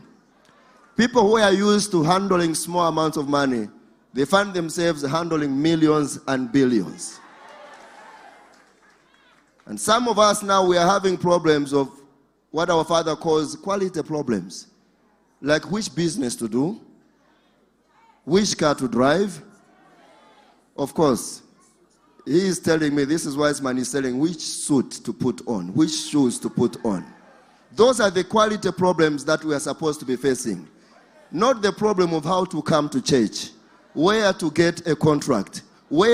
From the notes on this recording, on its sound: DIPLOMATIC SERVICE LIVE | ECG CHURCH.